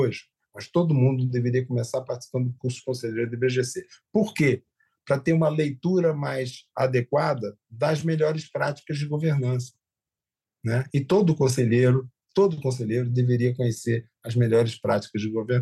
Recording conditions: video call